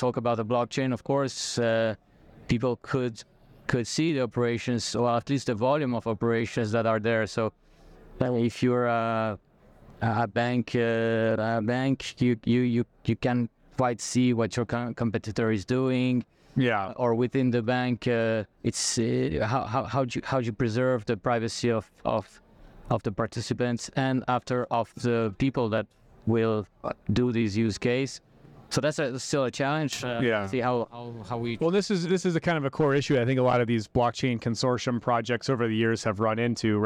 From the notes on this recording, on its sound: recorded onsite at Blockchain Rio in September